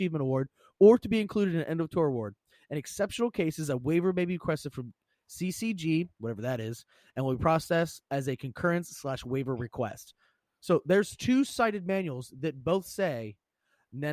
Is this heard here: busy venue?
no